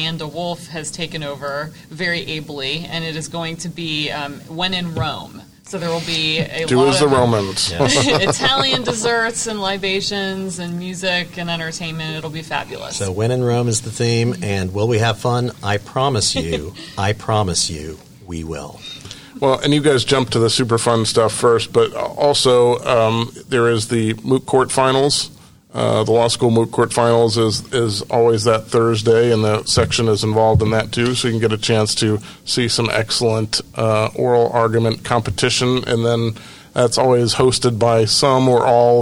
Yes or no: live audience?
yes